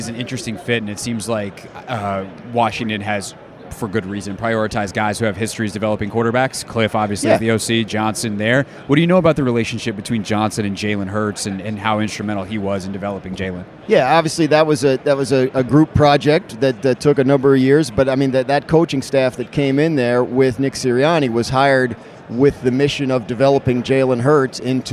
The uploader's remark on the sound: Radio Row Insights. Joins the show LIVE from Radio Row.